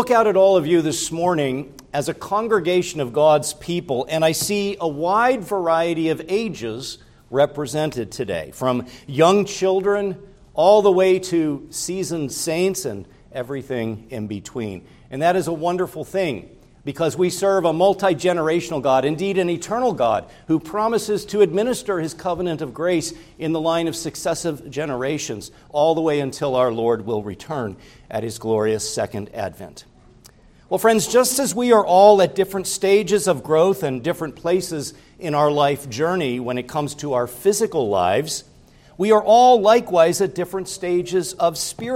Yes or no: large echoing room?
yes